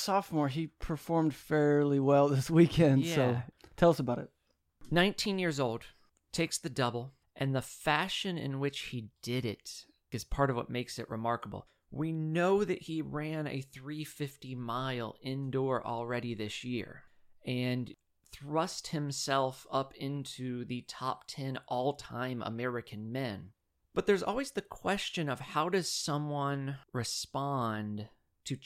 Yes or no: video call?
no